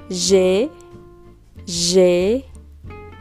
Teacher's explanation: yo estoy pronunciando E, una E abierta